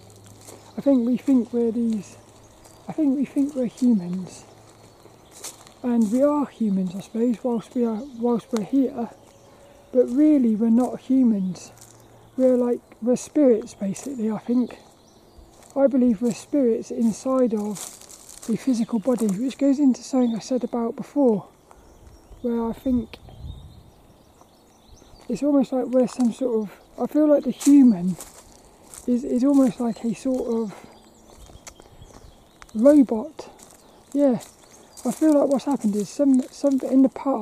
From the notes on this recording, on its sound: That's what I ask on this lil walk and talk around Plymbridge Woods.